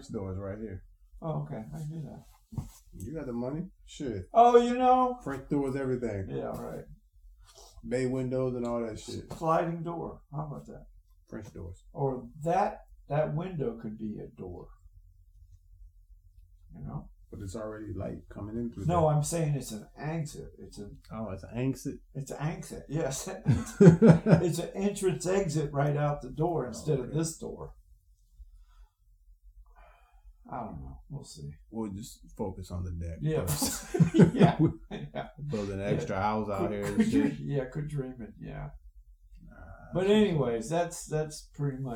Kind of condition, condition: fault, poor sound quality